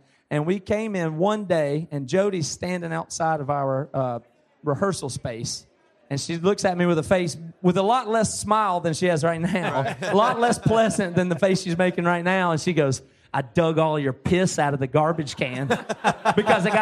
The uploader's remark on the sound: Live from the BC Christmas Party!